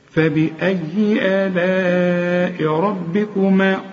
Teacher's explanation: فبأي آلاء، آلاء بمد الهمزه الاولى حركتين، انما المد بتاعت آلاء ده مد واجب، لازم تمد أربع حركات